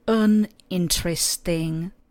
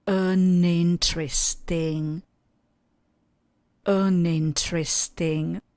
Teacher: Pěkně spojíme dohromady a zní to jako jedno slovo.